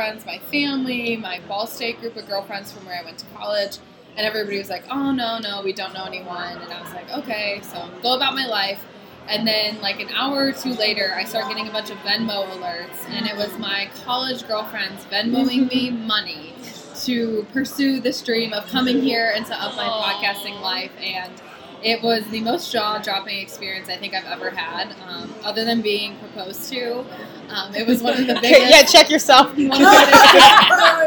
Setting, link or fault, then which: fault, background noise